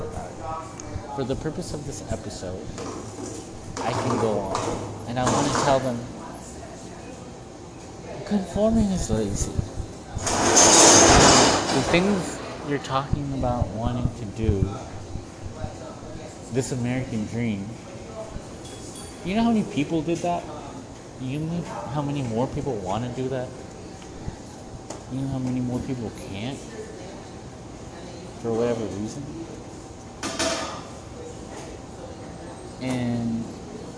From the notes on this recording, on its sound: the background noise is laundromat stuff